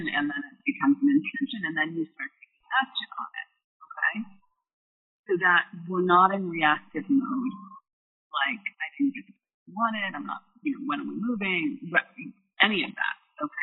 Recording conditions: poor sound quality